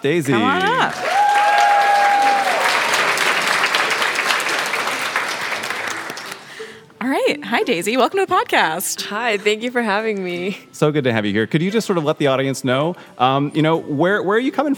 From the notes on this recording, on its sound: A live audience of recently admitted students. A special episode recorded at Bulldog Days, a three-day campus preview program.